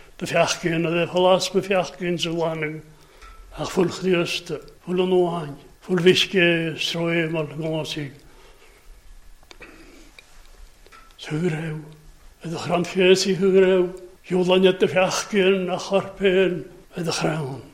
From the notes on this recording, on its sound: Gaelic Service recorded at North Harris Free Church on the evening of Sunday 27th February 2022.